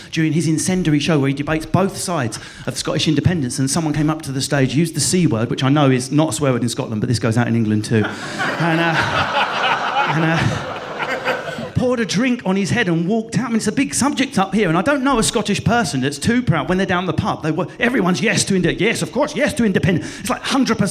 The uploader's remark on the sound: Edinburgh Festival Special. Recorded at Edinburgh Festival.